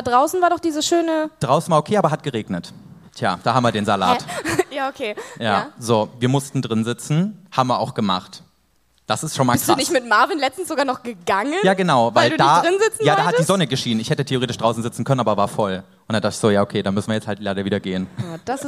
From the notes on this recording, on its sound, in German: Die große Geburtstags-Live-Show. In der Stadthalle Köln. Das hier ist die gekürzte Audio-Version.